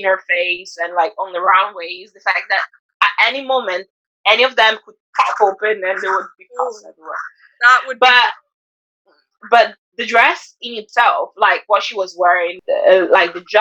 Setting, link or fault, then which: fault, poor sound quality